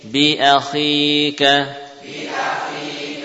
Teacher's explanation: menebalkan kha karena dia termasuk huruf isti'la